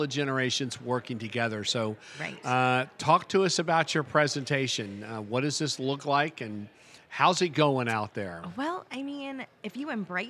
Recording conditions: busy venue